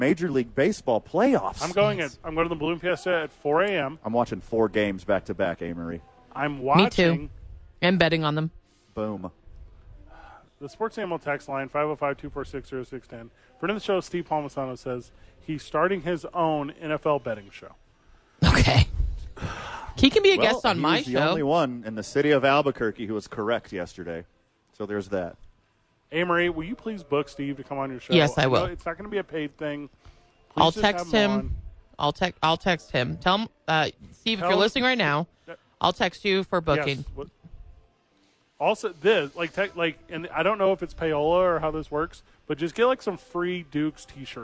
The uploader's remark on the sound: live from Safe House!